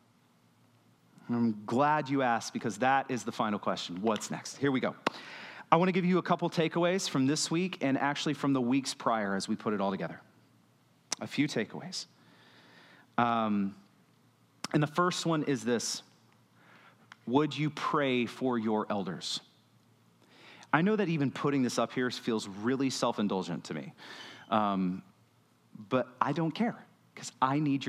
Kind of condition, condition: setting, large echoing room